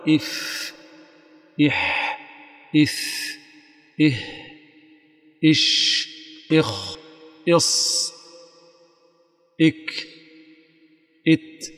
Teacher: ستجد فعلا أن النفس يجري فيها بقوة · Term: الهمس